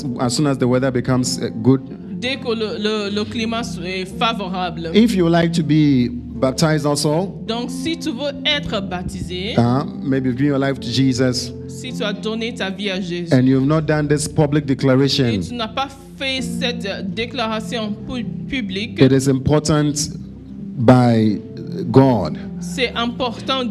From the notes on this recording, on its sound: Preached during Joyful Hour Sunday Service